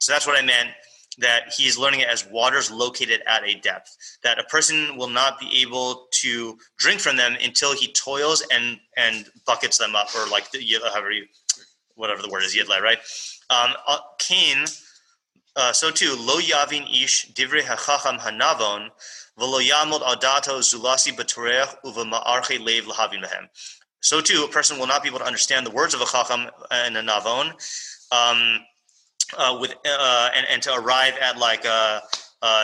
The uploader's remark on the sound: Morning Mishlei shiur given at YBT. This is the continuation of our interrupted Zoom session.